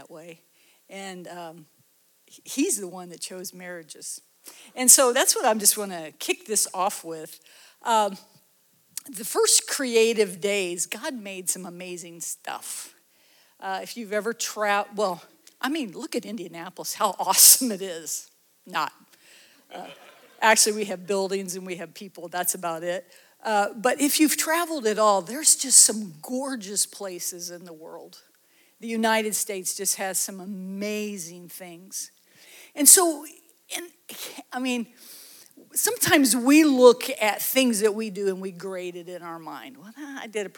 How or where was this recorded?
live audience